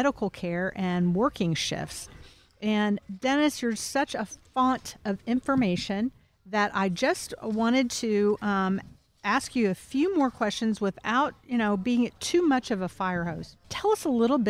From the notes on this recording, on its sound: Recorded at Wheelers Western Outfitters